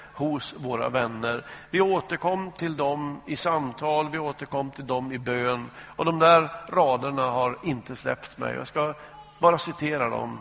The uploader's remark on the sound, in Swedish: Inspelad i Smyrnakyrkan, Göteborg.